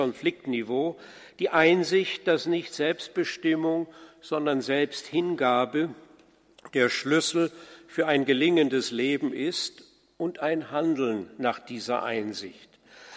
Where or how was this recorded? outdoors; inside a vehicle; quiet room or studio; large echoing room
large echoing room